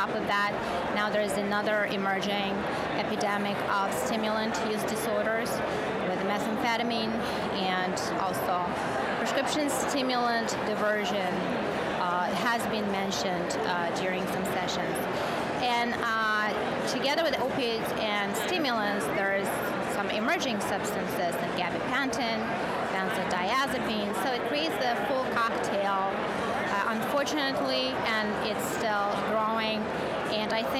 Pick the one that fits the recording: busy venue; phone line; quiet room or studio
busy venue